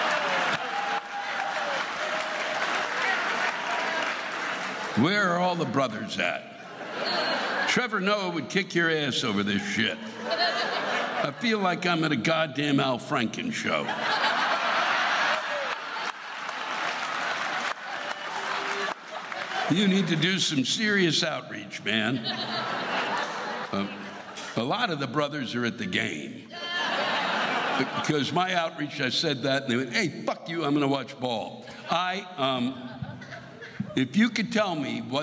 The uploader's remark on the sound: The live rants come from this past weekend’s shows in McCallum Theatre in Palm Desert, CA and the Balboa Theatre in San Diego, CA.